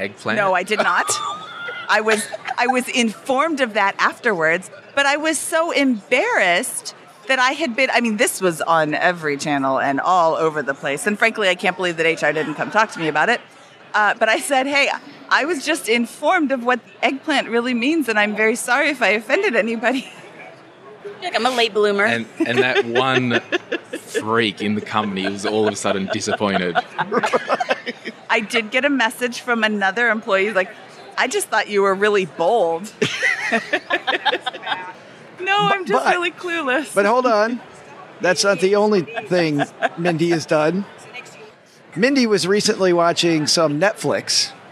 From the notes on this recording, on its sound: (live from Podcast Movement). Today we head to sunny Orlando, the home of Podcast Movement (the nation's biggest podcasting conference), and catch up with some top financial podcasters at the FinCon booth in the expo hall (they were nice enough to set up a podcasting booth for shows to use!).